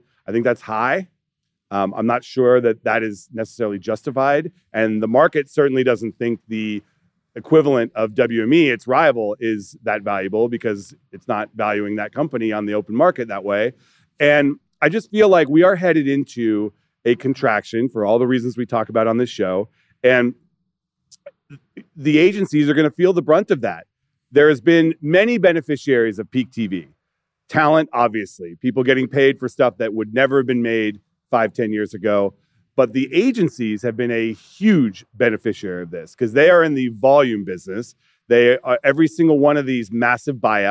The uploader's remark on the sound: Live from Bloomberg’s Screentime event in Los Angeles